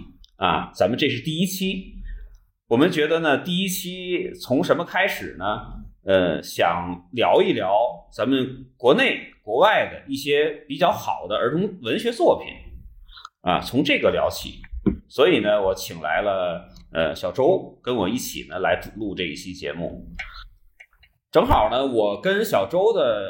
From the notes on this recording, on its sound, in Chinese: 本期由于录音场地的问题，音质略有损失，还望各位听友见谅